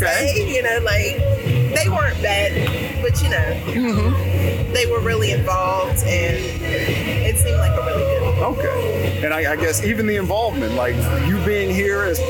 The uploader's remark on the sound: JOES Grill -- The Bottoms. They take their microphones to downtown Rocky Mount to capture the stories of the people who make this community unique. As part of the 150th Anniversary of The town of Rocky Mount, We set up next to the historic First Baptist Church's original location. Amid the sounds of Gospel next door, soul, and country music from down the street, we hear from a diverse group of individuals.